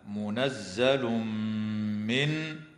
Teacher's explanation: ويدغم التنوين في الميم مع الغنة